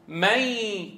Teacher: ذاتا يعني المخرج اللساني في النون، نقول مي، تحول المخرج اللساني إلى ياء، إلى مخرج الحرف الآتي بعده. المدغم، تحول المدغم إلى المدغم فيه النون الساكنة صارت ياء ساكنة، لكن لا صفة، بقيت صفة الغنة · Term: الإدغام الناقص